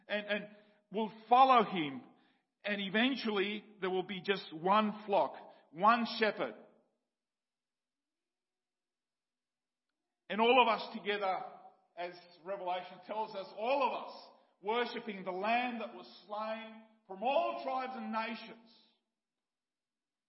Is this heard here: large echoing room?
yes